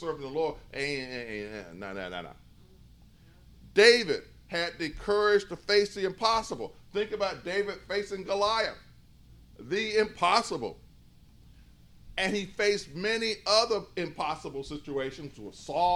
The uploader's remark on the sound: In a sermon recorded live at New Bethel